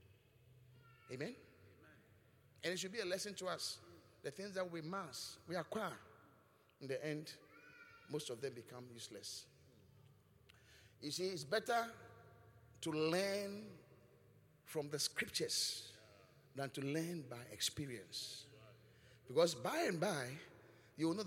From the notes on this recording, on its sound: Preached at the Qodesh